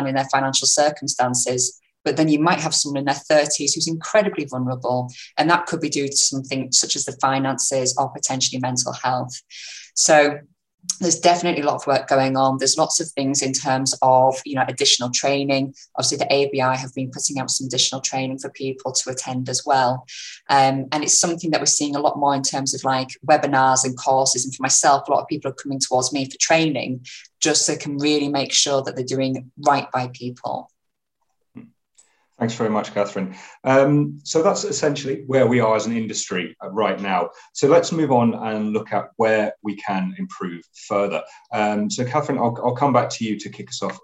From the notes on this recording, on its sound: A recording of the webinar held by the Institute and Faculty of Actuaries.